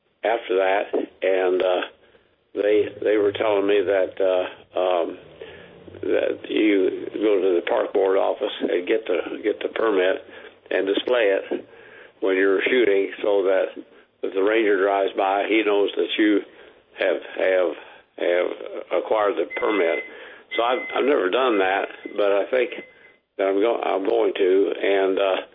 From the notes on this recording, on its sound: Open phones.